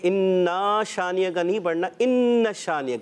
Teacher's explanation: इसको इन्ना को खींचना नहीं है क्योंकि अलिफ नहीं है